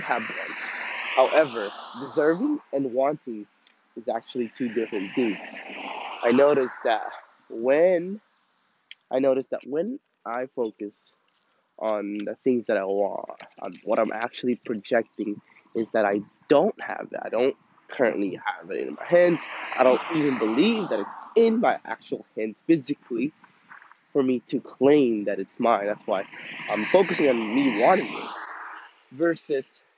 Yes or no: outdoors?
yes